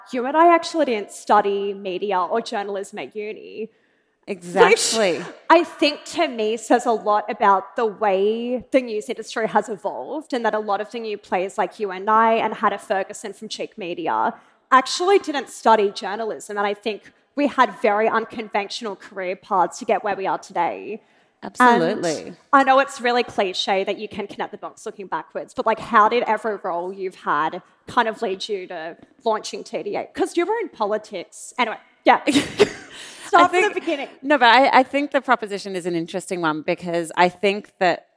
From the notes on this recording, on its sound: The recording for this podcast was from a live event held at the University of Sydney on 21 September 2023.